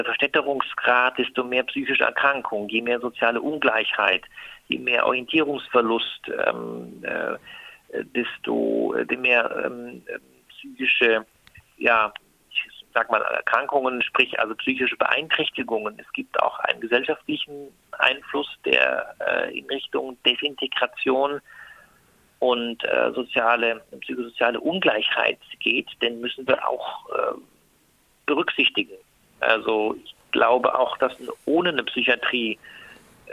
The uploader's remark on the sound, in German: Für die dürftige Tonqualität des Telefonates bitten wir um Verzeihung